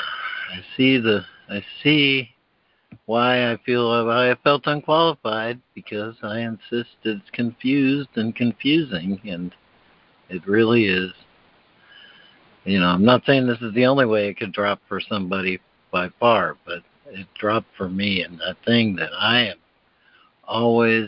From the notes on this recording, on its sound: ACIM Daily Conference Call